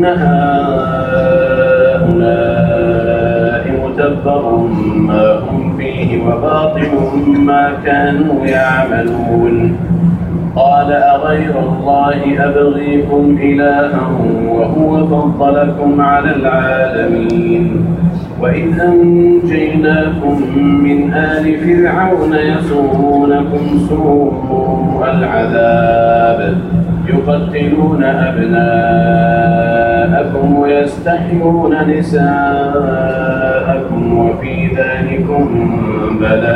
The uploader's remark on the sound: Live recording of Fajr Salah Masjid Al Haram Makkah Al Mukarrama on Feb 1, 2015